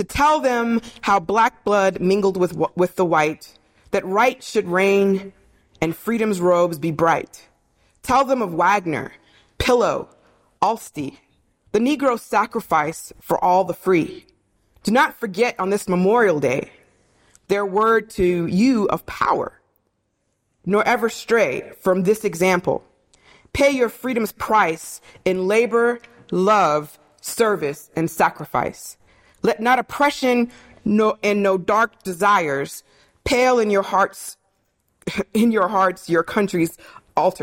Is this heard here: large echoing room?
yes